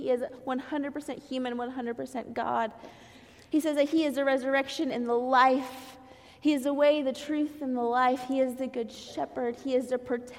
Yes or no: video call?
no